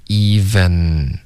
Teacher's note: even 结尾的 n 呢？不要用前鼻音，要顶舌尖